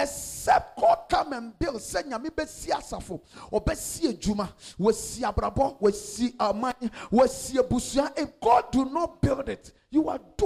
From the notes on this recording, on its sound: This message was preached at the Adjei Kojo Cathedral in Tema-East Constituency on the 21st of August 2022.